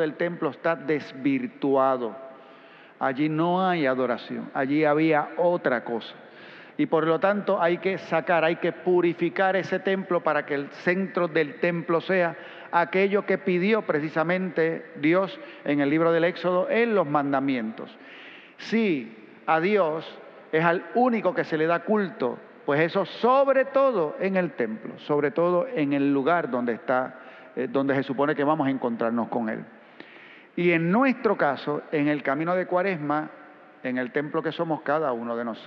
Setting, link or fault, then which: setting, large echoing room